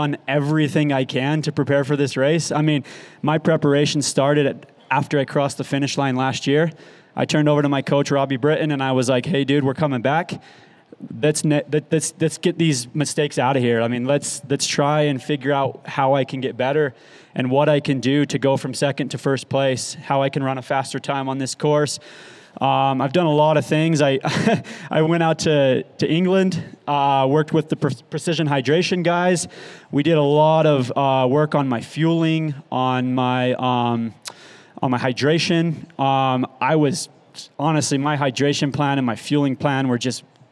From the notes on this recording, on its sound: This is the audio from our third annual pre-race live interview show from the Western States 100.